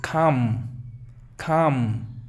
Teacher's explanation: En la palabra calma no suena la L, es calm.